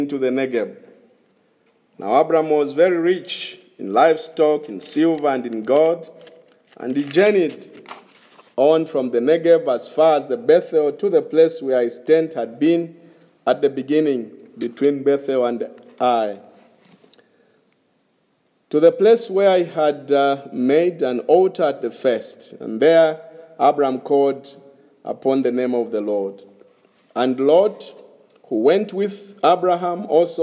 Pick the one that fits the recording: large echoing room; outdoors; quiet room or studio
large echoing room